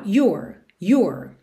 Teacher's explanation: só que eu ponho o R enrolado no final, your, your, ok?